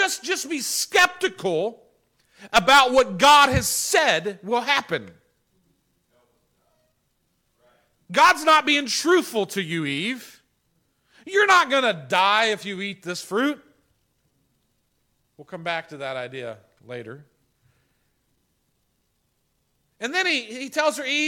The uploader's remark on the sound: This sermon was preached on April 11, 2021 at the Tarrant Bible Methodist Church. This sermon was preached on April 11, 2021 at the Tarrant Bible Methodist Church .